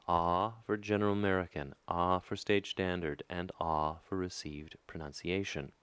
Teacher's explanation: General American is ah throughout, while stage standard and received pronunciation, which behave similarly, differentiate each of the following. Ah, as in father, is the same across the board.